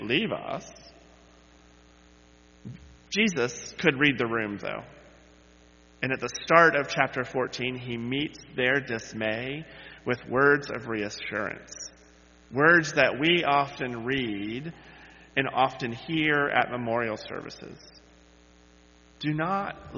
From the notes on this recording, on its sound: led worship on Sunday, May 7, 2023, where he delivered this sermon